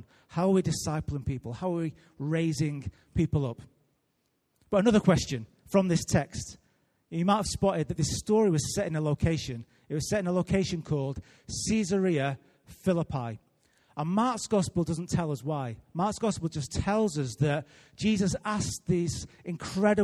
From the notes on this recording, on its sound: Recorded live at Life Church Lancashire